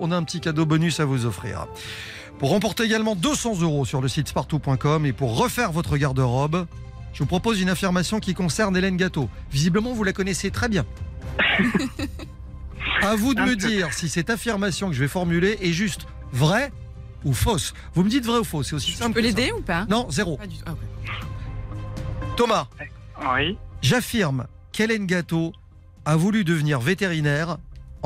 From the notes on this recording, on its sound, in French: Les auditeurs votent en direct pour leurs histoires préférées. En fin d'émission, le gagnant appellera en direct un auditeur.